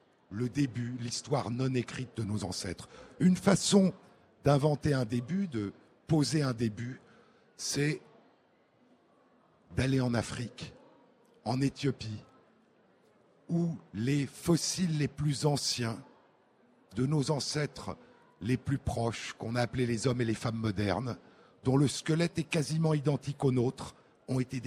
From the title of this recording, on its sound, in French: en direct à Livre Paris